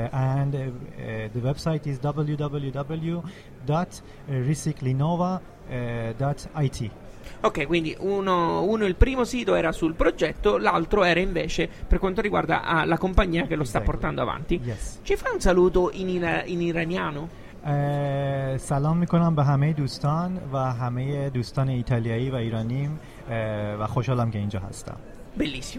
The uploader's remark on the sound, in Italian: Diretta Live dal PNI 2015